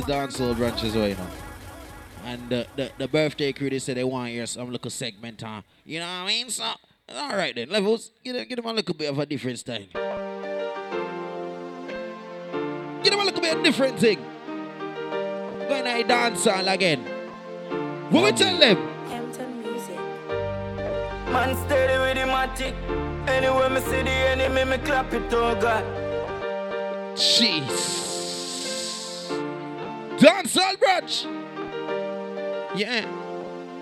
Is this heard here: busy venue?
yes